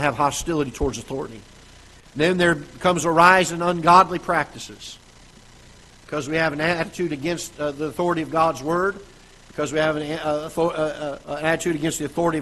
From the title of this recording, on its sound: Ketha Heights Baptist Church ~ Live Broadcast